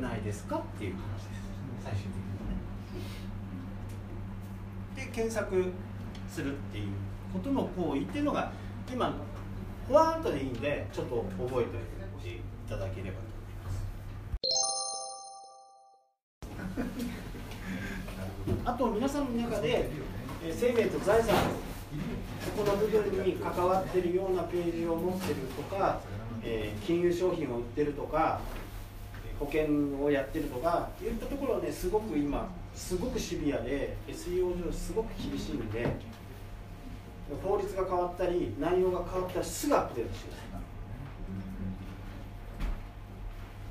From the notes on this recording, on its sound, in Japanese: こっそり録音したセミナーの内容をお聞きください。